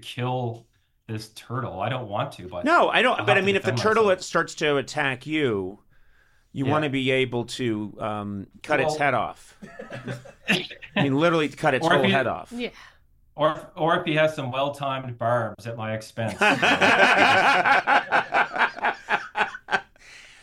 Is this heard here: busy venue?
no